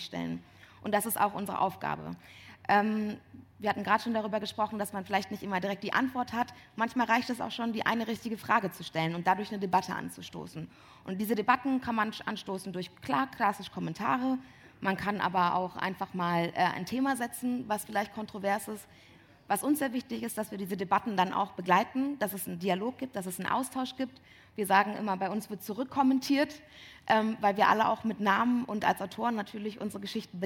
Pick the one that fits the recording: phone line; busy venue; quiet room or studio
busy venue